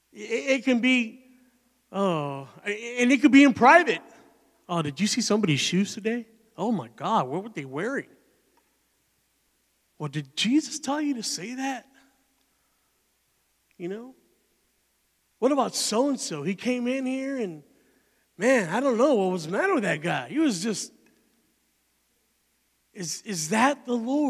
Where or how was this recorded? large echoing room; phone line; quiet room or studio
large echoing room